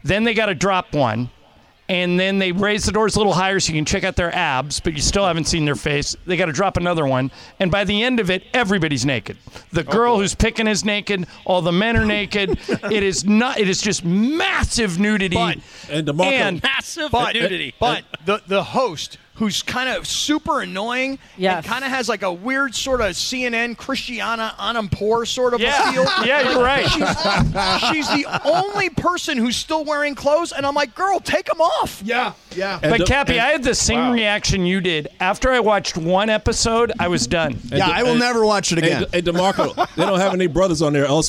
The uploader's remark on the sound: live from Yaamava' Resort and Casino